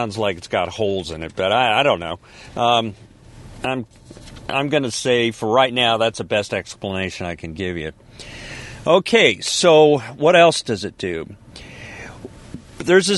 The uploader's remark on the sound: This is a podcast from the car. Of course, ending at Publix.